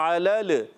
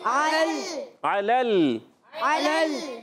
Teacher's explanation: لام کا زبر دوسرے لام سے ملائیں گے لام کو ہلائیں گے نہیں دوسرا لام ساکن ہے · Shown in: second take · بعض بچے ہلا دیتے ہیں علل یہ غلط علل کیا پڑھیں